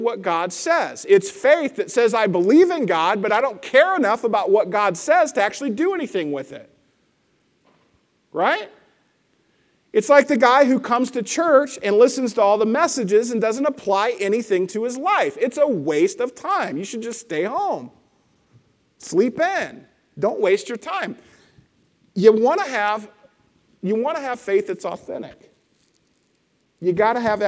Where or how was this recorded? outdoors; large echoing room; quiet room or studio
large echoing room